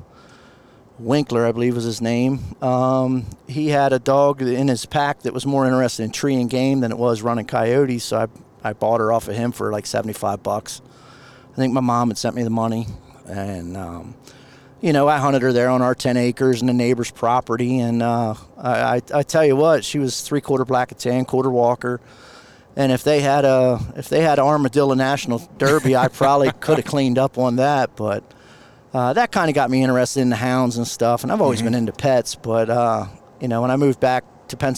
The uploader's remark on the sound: He asked me to accompany him on his recent trip to the UKC World Show. We busted out the recording gear as we rolled down the highway on our way to Mount Gilead, Ohio.